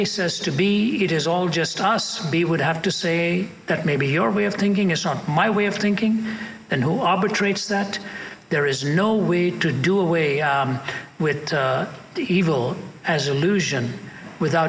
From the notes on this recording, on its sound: at a Q&A session at Columbia University